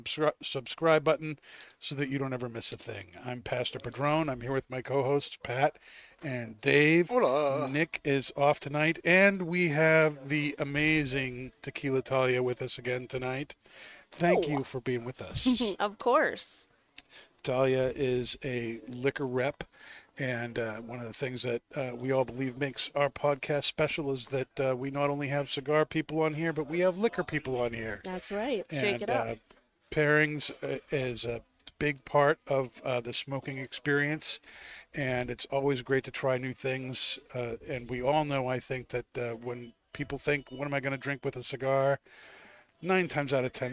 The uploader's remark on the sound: Recorded live from the 7-20-4 Lounge!